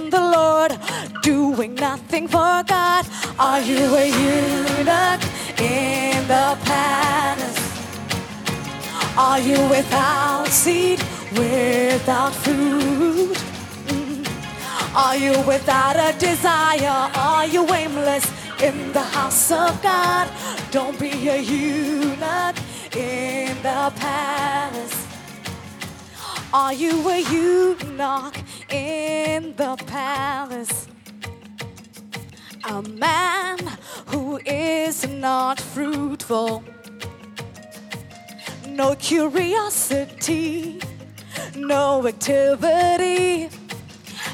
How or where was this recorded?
live audience